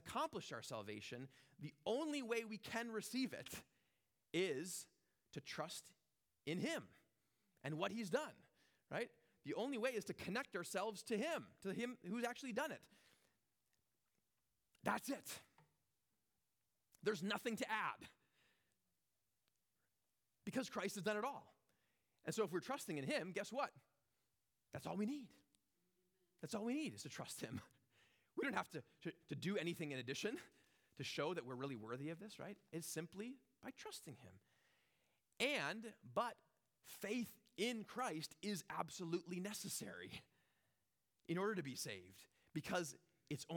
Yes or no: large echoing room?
yes